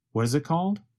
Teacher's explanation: The letter T in what changes to a sound closer to the letter D. And the word it goes by so fast that it becomes very reduced to just a vowel sound plus a very fast held T.